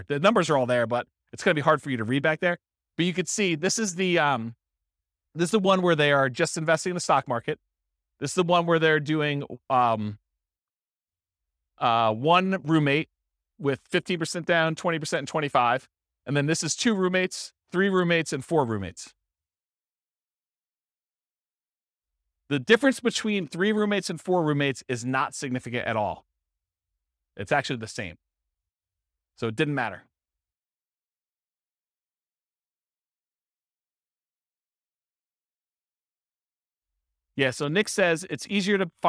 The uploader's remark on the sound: This was a live class recorded.